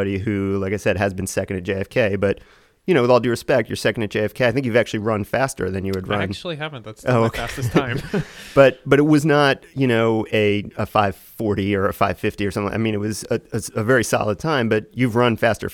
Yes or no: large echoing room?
no